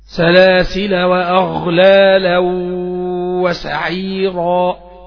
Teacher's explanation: سلاسل وأغلالا عند الوصل ما فيش ألف